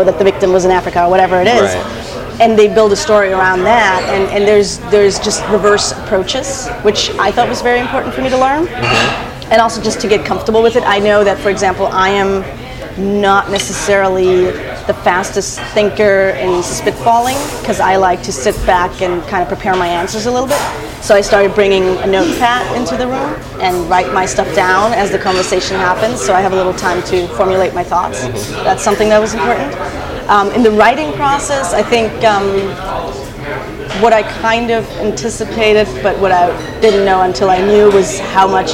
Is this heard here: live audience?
yes